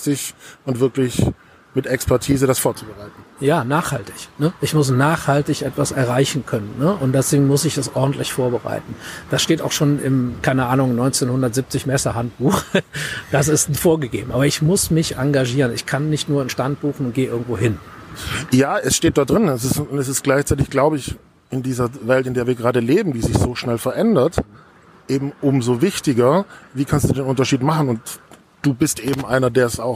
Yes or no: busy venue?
yes